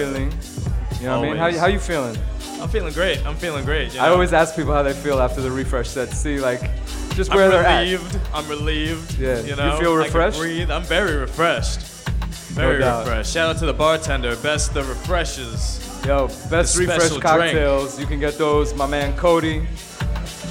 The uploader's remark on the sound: Originally broadcast live on January 3, 2019 from the storefront of Kinfolk 90 in Williamsburg, Brooklyn, New York City. Broadcast live on WAXX.fm.